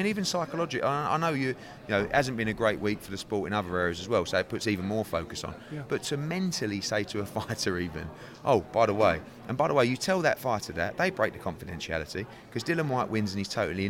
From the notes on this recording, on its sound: attended the Next Gen Press conference in Liverpool